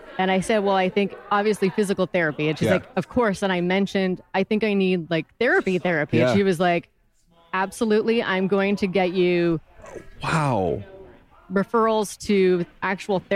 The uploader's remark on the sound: The NeuroNerds are hitting the road for this episode! For their 17th Annual TAAFWalk in San Francisco, we recorded our first-ever live speedcasting episode.